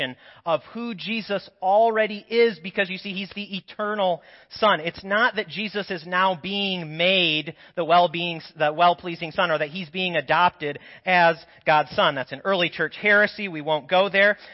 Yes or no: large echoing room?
yes